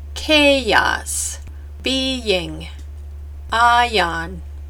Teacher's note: Many linguists call the end part of the long vowels an off-glide. The off-glide for long A, long E, and long I is a Y sound.